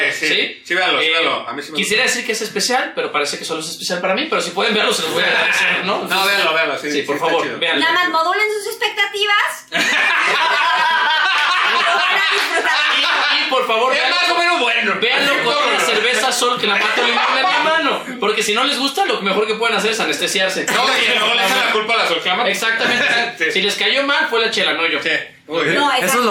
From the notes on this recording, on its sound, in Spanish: Hubo problemas con el audio, perdón